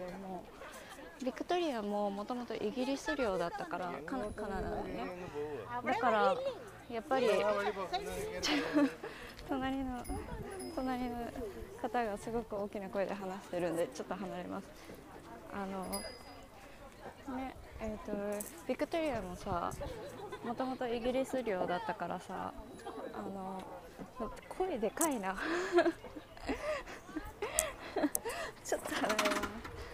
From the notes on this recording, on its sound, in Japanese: 今回はケンブリッジにやってきました。歩きながら撮ってるのでお聞き苦しい点があったらごめんなさい。